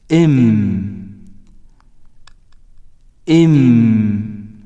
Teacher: فلمعرفة مخرج الميم مثلا نقول إم إم، فنجد بأن نهاية صوته عند الشفتين فهو إذن شفوي